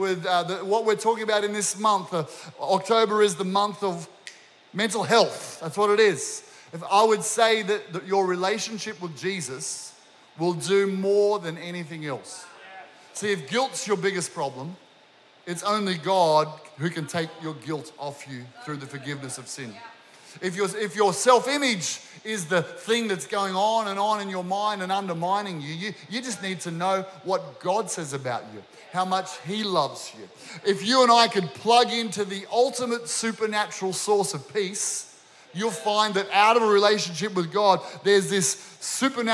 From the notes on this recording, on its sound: This was recorded during our 9am service